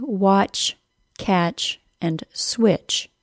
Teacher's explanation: All of those words are pronounced with a CH sound, ch, and do not also have a T sound, despite the T of the TCH.